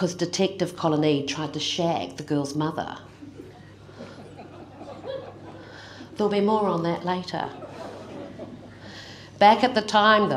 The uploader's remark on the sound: keynote speech to the annual NZ Law Society Conference in Invercargill